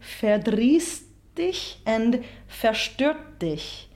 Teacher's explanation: the T at the end of each verb is simply stopped, and we only really pronounce the D at the beginning of dich